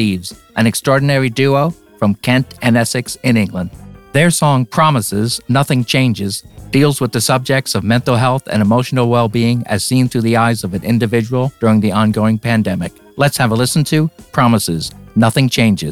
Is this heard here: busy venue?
no